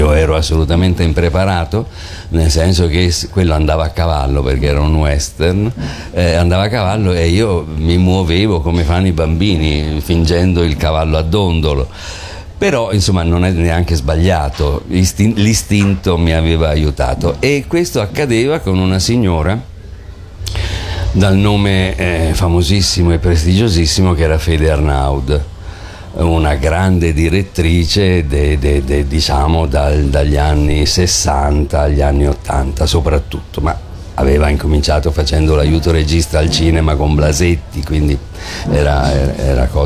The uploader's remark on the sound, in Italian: Da Lucca Comics & Games 2018